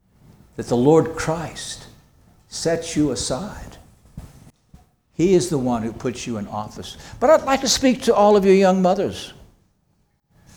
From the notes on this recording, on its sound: This sermon was preached on February 11, 2024 at Antioch Presbyterian Church, a mission work of Calvary Presbytery of the Presbyterian Church in America located in Woodruff, South Carolina.